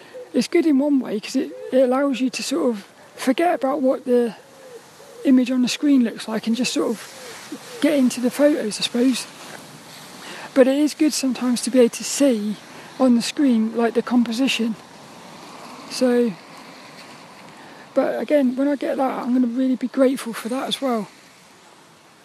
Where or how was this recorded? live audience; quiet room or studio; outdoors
outdoors